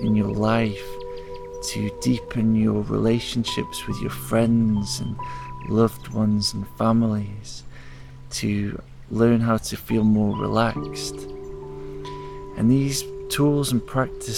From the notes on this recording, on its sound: Each episode is recorded in the forest so you can hear the sounds of nature